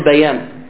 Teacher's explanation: الألف تمال إلى ياء، الفتحة تمال إلى كسر · Term: إمالة الألف